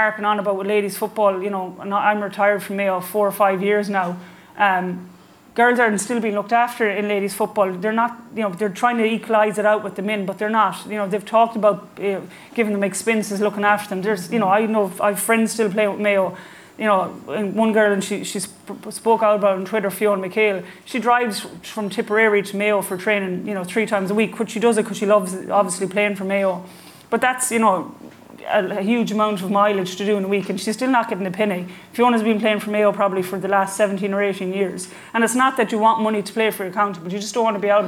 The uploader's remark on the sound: Live in Galway.